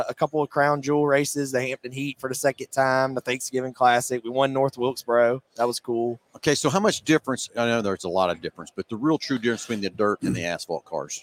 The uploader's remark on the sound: Live from PRI Trade Show in Indianapolis, IN.